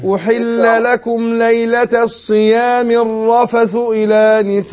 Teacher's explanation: المد هنا نسائكم اربع حركات، ده مد متصل واجب